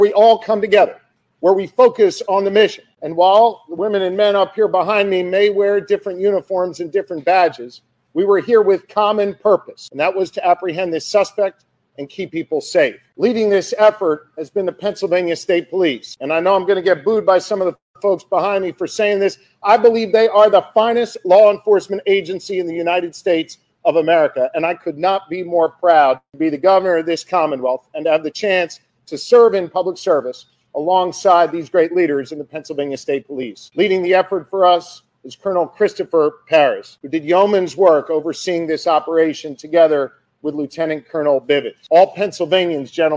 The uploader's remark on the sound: Live Press Conference